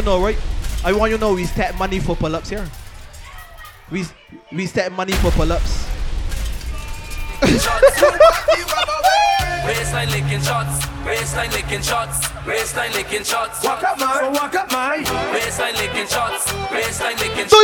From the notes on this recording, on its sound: LIVE AUDIO FROM SPICE J'OUVERT - EVOLUTION OF JAB SAVVY ON THE BAY A. BARBADOS.